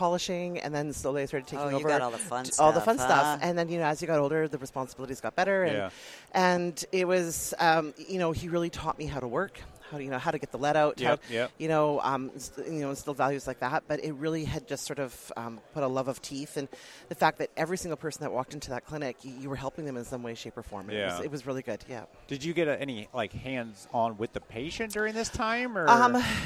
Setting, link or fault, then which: setting, busy venue